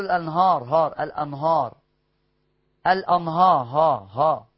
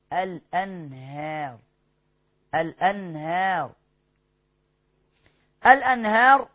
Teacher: نون ساكنة بعديها هاء، إظهار حلقي من كلمة واحدة · Shown in: second take